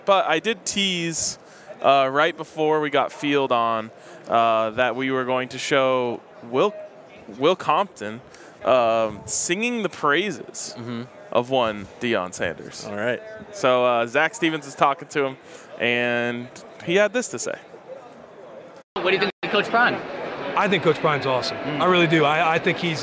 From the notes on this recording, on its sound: live from Radio Row in Las Vegas.